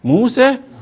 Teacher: وتقريب الألف من الياء قليلا أيضا · Term: التقليل